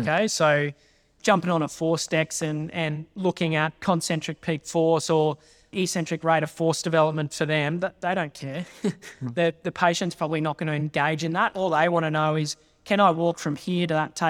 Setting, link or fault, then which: setting, live audience